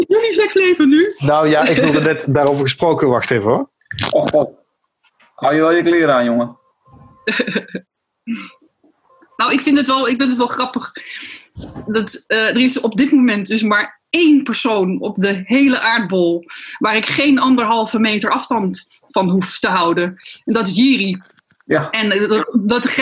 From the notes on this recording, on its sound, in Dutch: Niet vanuit een gelikte radiostudio, wel vanuit huis via Zoom.